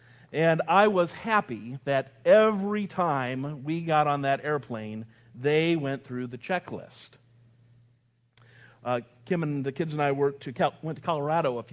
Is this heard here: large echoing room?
yes